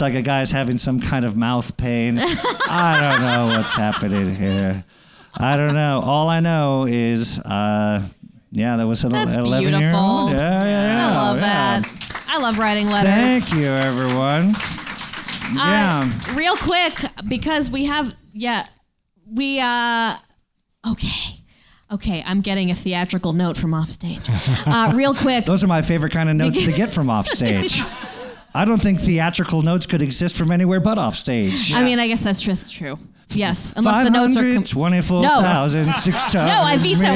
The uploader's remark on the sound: Live from NerdMelt! At the Nerdist Showroom at Meltdown Comics in West Hollywood, CA.